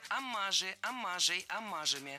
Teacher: Оммажи – это неверно. Слово «оммаж» имеет ударение на втором слоге, и при склонении ударение остается на том же месте.